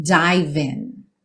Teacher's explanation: o E não é pronunciado, você já junta o V no in.